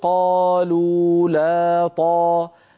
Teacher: خمس مدود طبيعية متتالية، طبعا المد الأول هو صلة لكن حركتين، أقصد كل خمس مدود وراء بعض كلها حركتين.